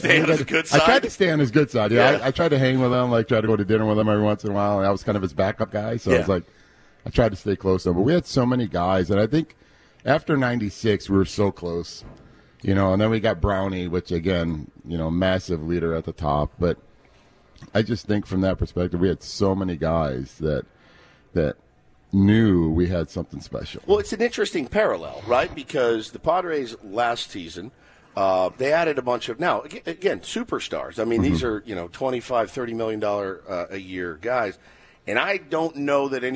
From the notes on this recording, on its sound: live for Day 3 from Padres Fantasy Camp out in Peoria Arizona!